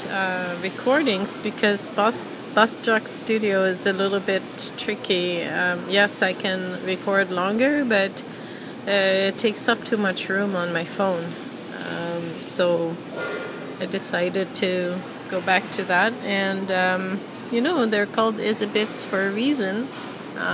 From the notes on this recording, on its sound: I think I was at the grocery store when I recorded this. I don't usually like recording in public but it's so loud there that I didn't feel too obvious recording in my phone.